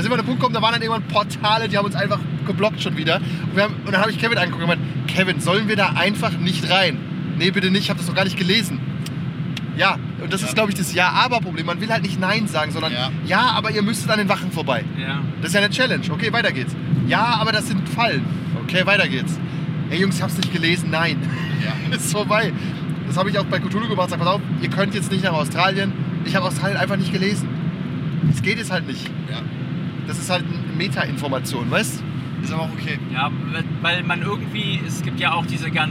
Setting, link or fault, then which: setting, inside a vehicle